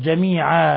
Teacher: خذ بالك من تنوين العوض جميعا لا تمدوا أكثر من حركتين